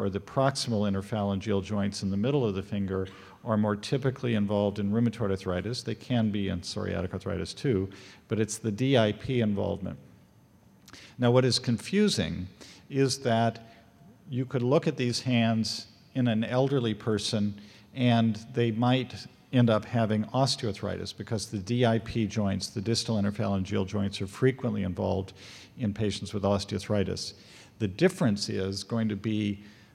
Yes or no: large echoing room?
yes